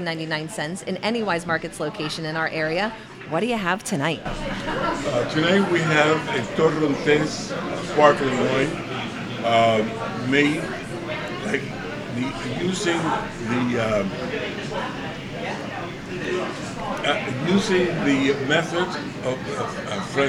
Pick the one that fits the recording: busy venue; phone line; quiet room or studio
busy venue